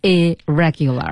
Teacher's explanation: 两个 R 只读成一个，并且和后面词根当中那个辅音进行一个连接的读法